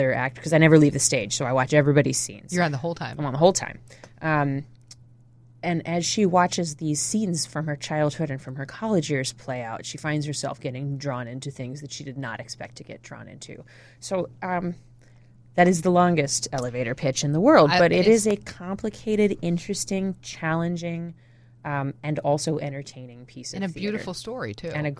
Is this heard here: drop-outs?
no